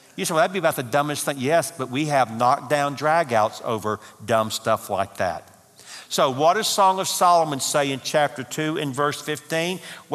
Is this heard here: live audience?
yes